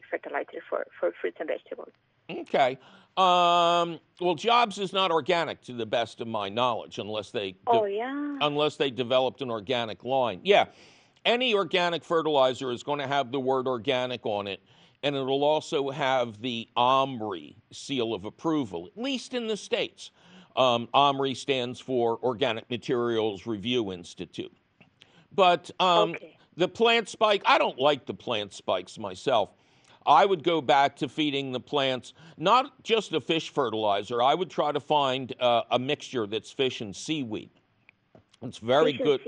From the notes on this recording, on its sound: your fabulous phone calls!